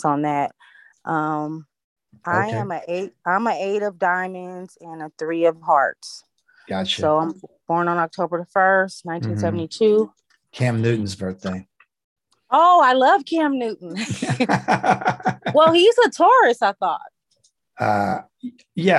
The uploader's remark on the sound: The shows are now all hosted on Zoom.